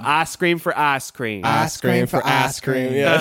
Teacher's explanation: Now in southern accents, in a lot of them we have what's called eye smoothing, which is where we take the I sound and we smooth it out to a simple ah. So instead of I, instead of munching that vowel, we're just going to keep a smooth ice cream.